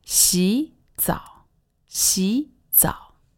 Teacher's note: This is two third tones, but when they're spoken together, it sounds like a second and a third.